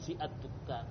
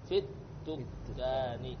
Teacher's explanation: Tapi karena ada fi berarti hamzahnya tidak lagi dibaca. · Shown in: second take